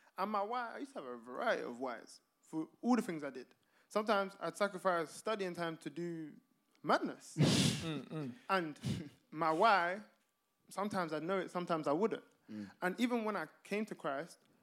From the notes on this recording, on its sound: this episode is the footage from our very first live show!